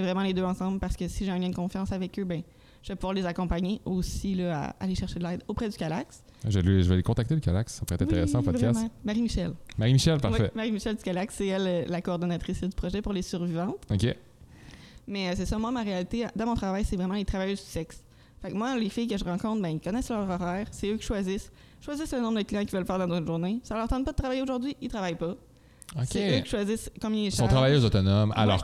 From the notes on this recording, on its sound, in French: Le podcast a été enregistré en octobre 2021 à la microbrasserie le Boquébière au 50, rue Wellington Nord à Sherbrooke